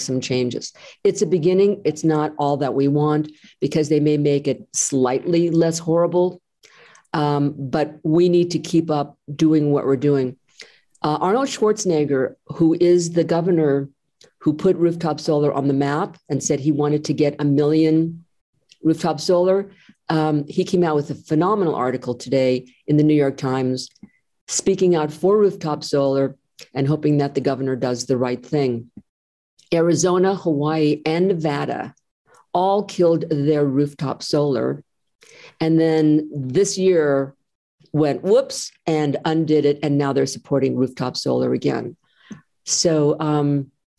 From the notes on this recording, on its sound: GREEP ZOOM #79.